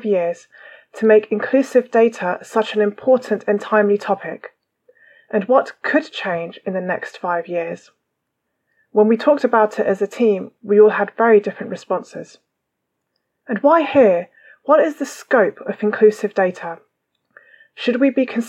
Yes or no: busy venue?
no